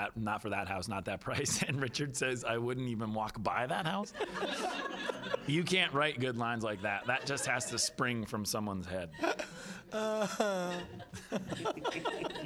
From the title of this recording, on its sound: at The Hollars Press Conference